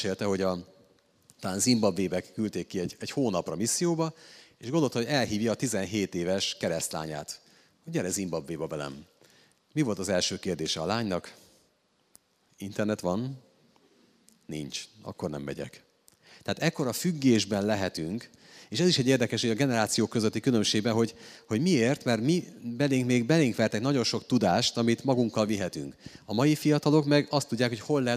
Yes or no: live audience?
yes